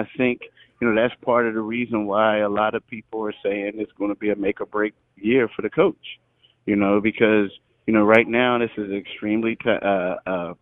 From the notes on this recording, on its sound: Called in from Chicago and the All Star Festivities.